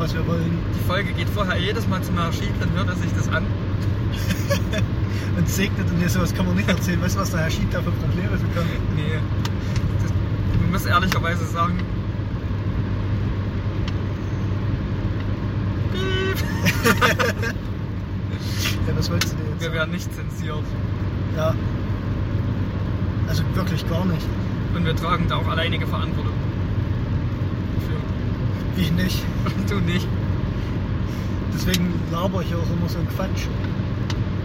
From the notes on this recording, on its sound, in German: haben wir euch 55 Minuten gemütliche Autofahrt zurück vom Weihnachtsshopping aufgezeichnet